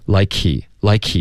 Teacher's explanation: 这个 k 的这个送气的声音就已经代表这个 H 的音了，对，就更不可能会专门发一个 H 音。